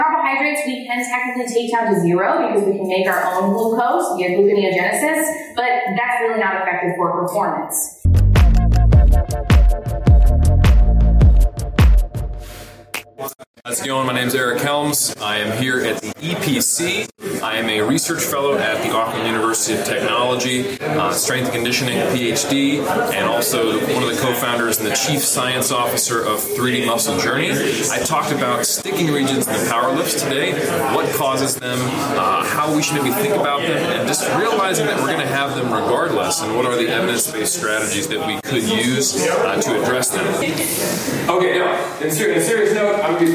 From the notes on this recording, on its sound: Most of this video was recorded in London at the 2019 European Powerlifting Conference.